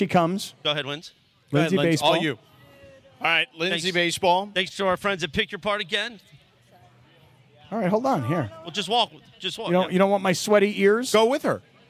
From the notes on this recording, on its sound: LIVE from the West Covina Sportsplex